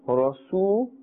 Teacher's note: before a Waw Sakin, if there is a Dhamma, then we must stretch or elongate that sound according to the duration of one alif.